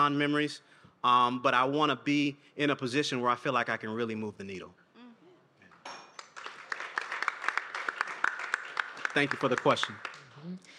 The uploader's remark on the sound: Achieve presented this special event where five past EDTalks speakers gathered in conversation. This special EDTalk event was live streamed from Icehouse in Minneapolis.